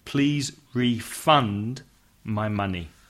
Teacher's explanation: And if it's a verb, the spelling is the same, but change the stress to the second syllable.